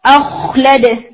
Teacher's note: गाइन के ऊपर कलकला नहीं होना चाहिए, खो के ऊपर नहीं होना चाहिए, जैसे अखलद तो अख करके अखो यू नहीं, और ऐसा भी नहीं कि साउंड आपकी बहुत क्विकली जा रही है, अख खत्म हो रही है, नहीं अख स्ट्रांग रखें उसे, रन करें साउंड को।